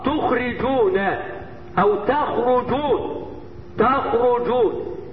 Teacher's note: التاء بتخرج من ايه؟ من طرف اللسان، وما يحاذيه من لثة الاسنان العليا